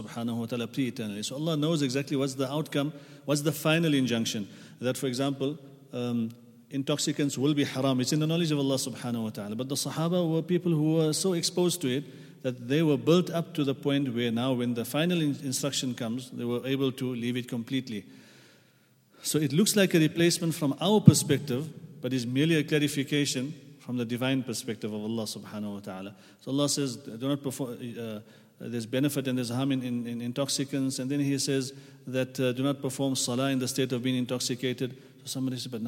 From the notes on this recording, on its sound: at the Houghton Masjid (West Street)